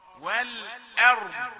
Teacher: همزة رقيقة ثم تأتي الراء مفخمة لأنها ساكنة بعد فتح